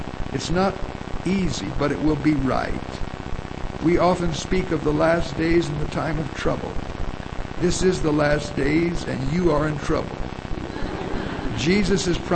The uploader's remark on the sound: Due to technical difficulties, the quality of this recording is extremely poor. There is much background static and hum.